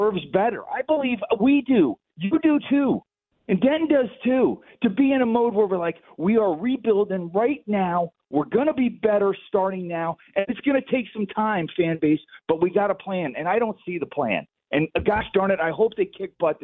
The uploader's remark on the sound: opens up the phone lines to allow listeners to weigh